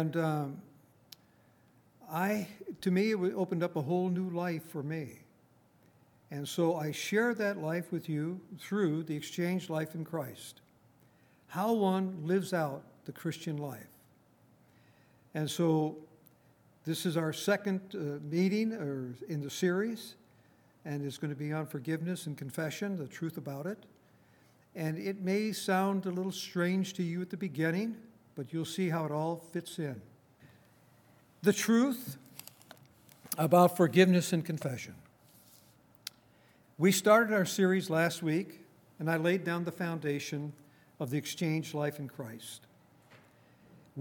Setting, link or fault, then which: setting, large echoing room